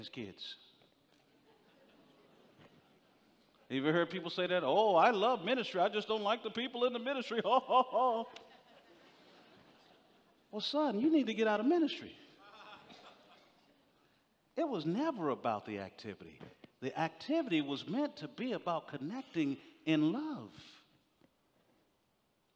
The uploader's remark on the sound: General Session IX from the 2023 Shepherds 360 Conference